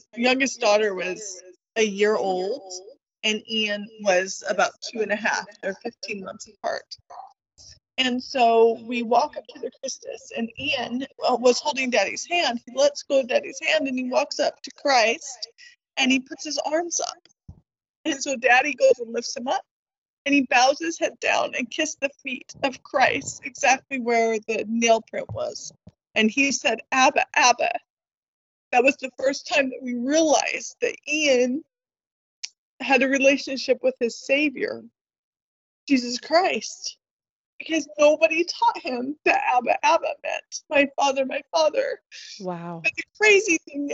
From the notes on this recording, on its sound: There is a little mic bleed for the first 2 minutes but it resolves after that!